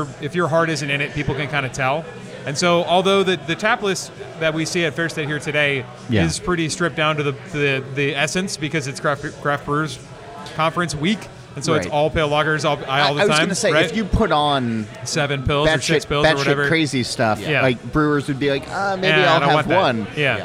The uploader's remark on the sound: We recorded this in the taproom over a pitcher of pilsner